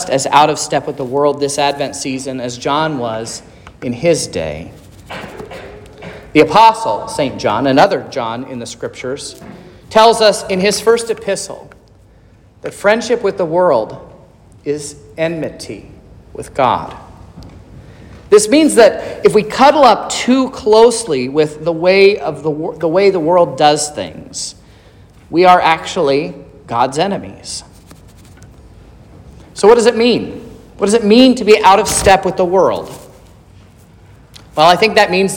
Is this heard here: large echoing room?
yes